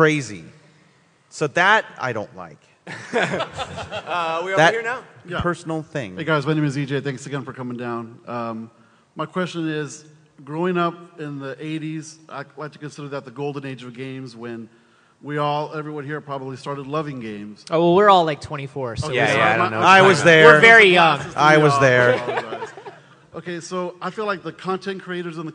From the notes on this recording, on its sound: LIVE on-stage at PAX South. This is an awesome show recorded in front of a live audience.